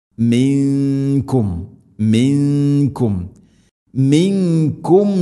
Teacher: സുക്കൂനുള്ള നൂനിന് ശേഷം കാഫ് ഇഖ്ഫാം ബിഗുന്ന, അവ്യക്തമാക്കി മണിക്കണം.